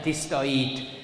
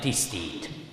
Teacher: ki kell lökni az utolsó magánhangzót, és úgy jön hozzá az ít képző · Shown in: second take